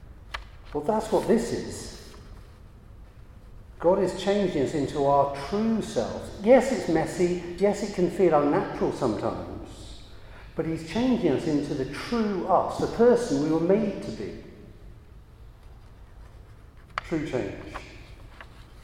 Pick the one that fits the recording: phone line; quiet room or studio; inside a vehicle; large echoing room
large echoing room